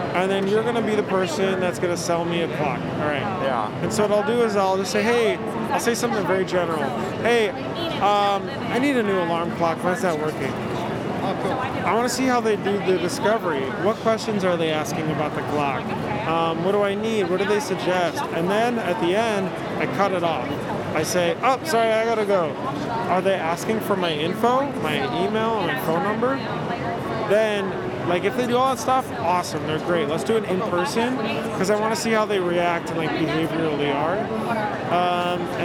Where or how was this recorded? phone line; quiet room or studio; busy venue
busy venue